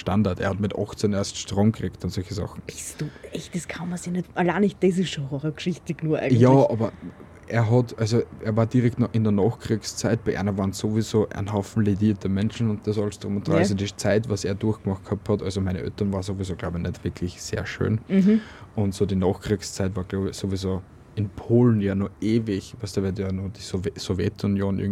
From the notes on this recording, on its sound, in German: Heute vom Balkon aus und mit ein paar Hintergrundgeräuschen, um es creepier zu machen.